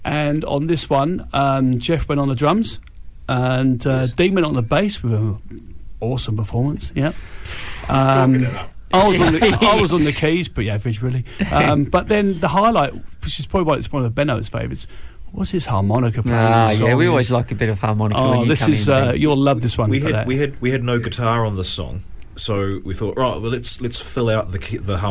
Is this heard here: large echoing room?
no